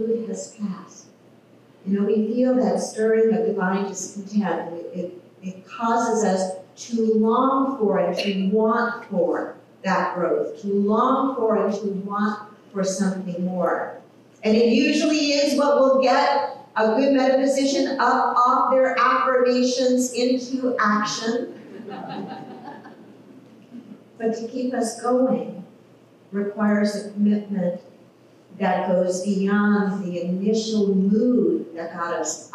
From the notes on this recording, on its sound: Technical issues with audio.